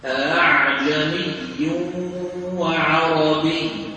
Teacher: فيلفظها القارئ بين الهمزة المحققة والألف، والمشافهة تحكم ذلك. · Term: همزة مفتوحة مسهلة